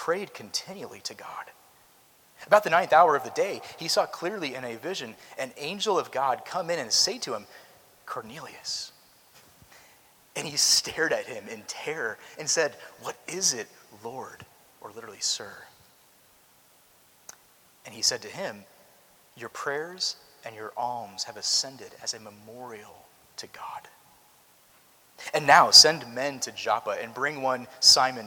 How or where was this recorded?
large echoing room